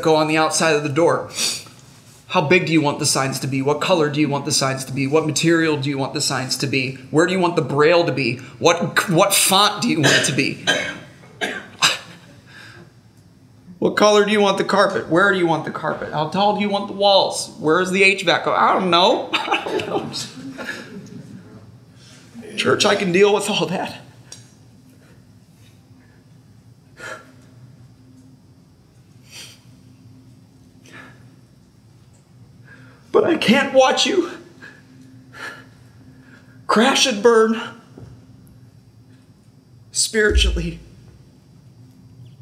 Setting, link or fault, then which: setting, large echoing room